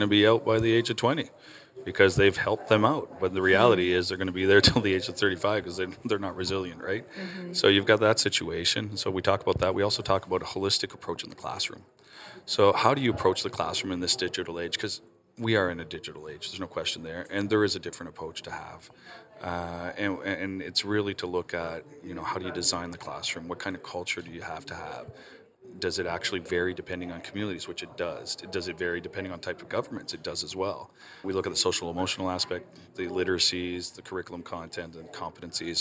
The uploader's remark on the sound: This episode was recorded at this year's GESF.